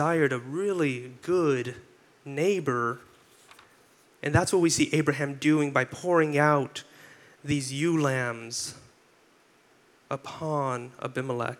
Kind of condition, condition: setting, live audience